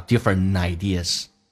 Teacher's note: Different ideas 还有一个连音 NT 组合一般把 T 去掉用 N 进行连音